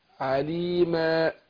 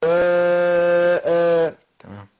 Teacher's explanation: يبقى هنا التنوين المفتوح يوقف عليه بالالف